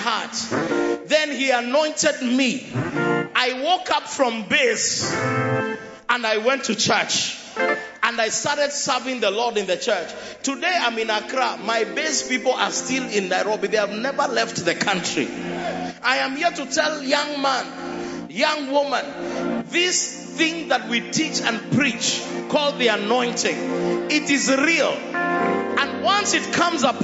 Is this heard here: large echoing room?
yes